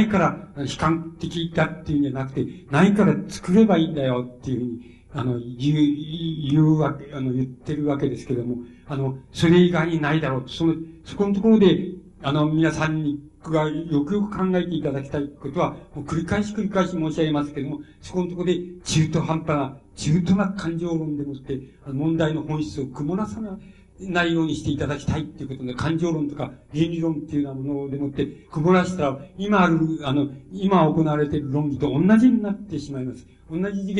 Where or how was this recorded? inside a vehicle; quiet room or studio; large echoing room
large echoing room